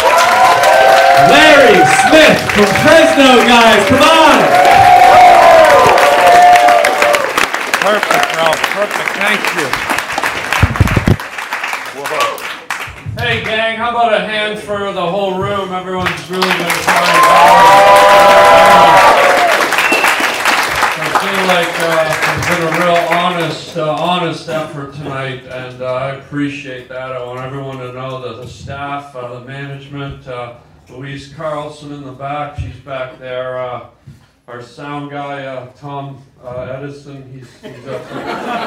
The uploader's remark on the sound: goes live on stage